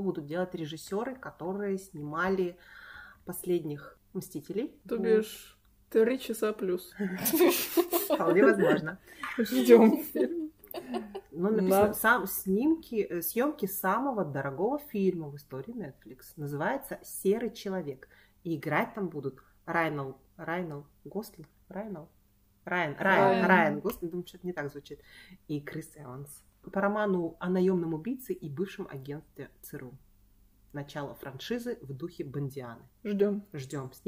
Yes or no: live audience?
no